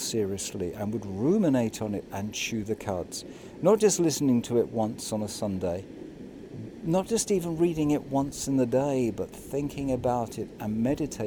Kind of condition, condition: setting, outdoors